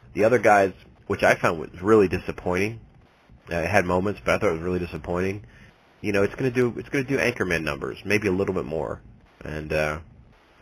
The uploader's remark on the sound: Live Morning Call-In Show